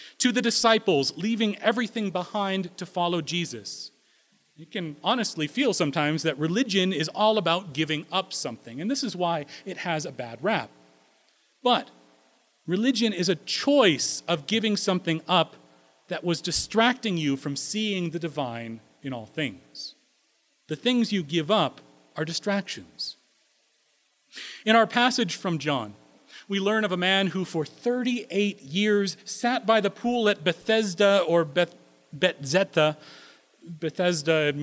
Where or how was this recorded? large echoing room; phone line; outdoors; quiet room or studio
large echoing room